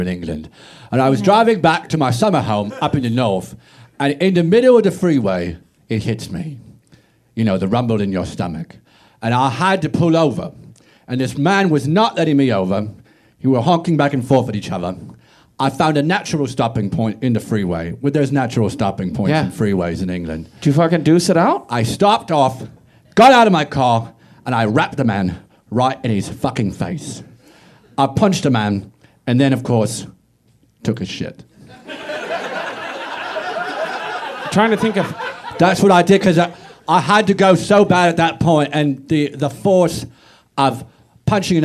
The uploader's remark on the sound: Recorded LIVE at the Upright Citizens Brigade Theatre in Los Angeles.